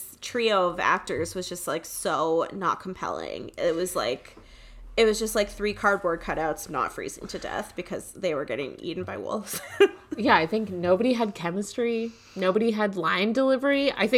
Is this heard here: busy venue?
no